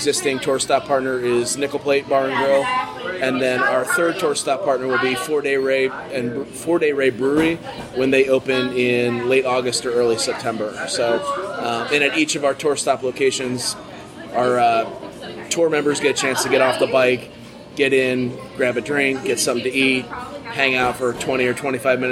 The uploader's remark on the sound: Live from Brixx